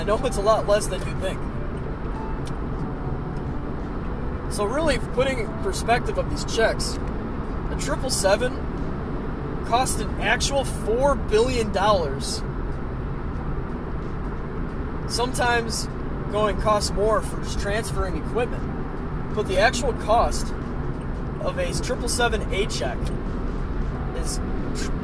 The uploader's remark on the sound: I'm in the car again